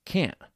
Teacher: Americans often don't pronounce the T in can't